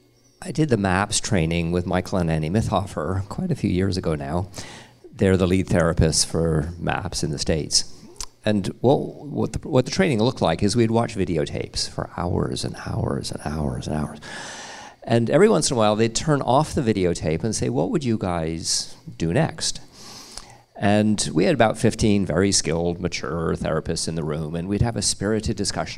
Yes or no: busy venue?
yes